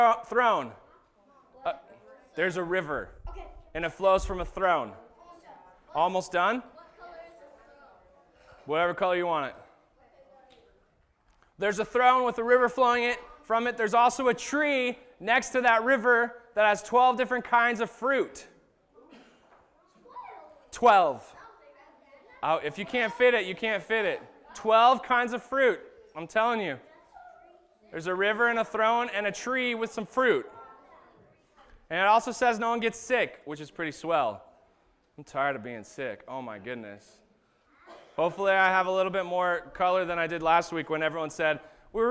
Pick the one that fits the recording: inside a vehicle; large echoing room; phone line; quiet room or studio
large echoing room